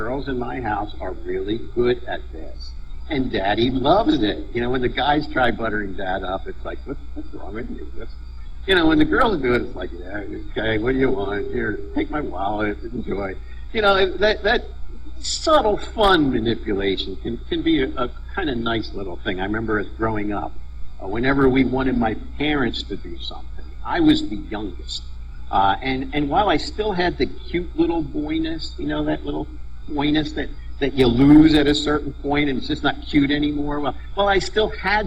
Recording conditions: poor sound quality